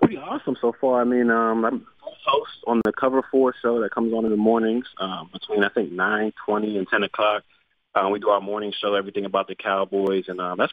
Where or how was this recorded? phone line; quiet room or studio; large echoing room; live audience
phone line